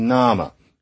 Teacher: And of course, it is that the word actually was once pronounced name. And then it weakened to nama with this kind of indistinct sound that's called a schwa. And pretty soon, it was gone.